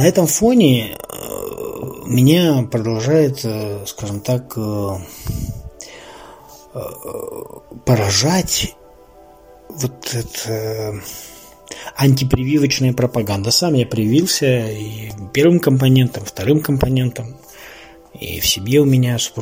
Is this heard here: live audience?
no